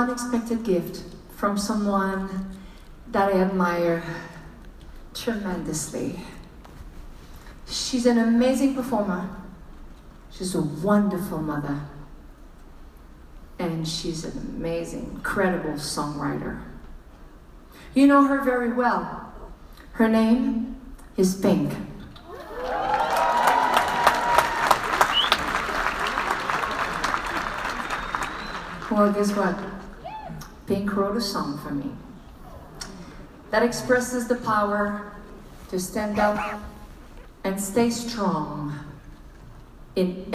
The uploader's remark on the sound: Live in Las Vegas - 20th September 2017 - Full Show Audio. Full live concert audio! Recorded the whole show for you.